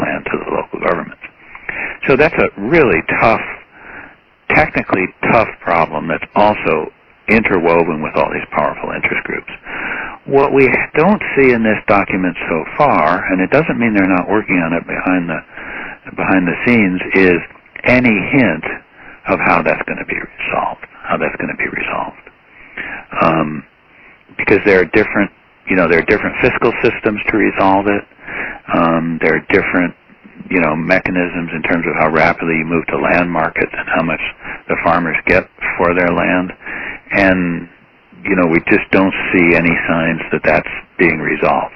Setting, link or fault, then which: link, phone line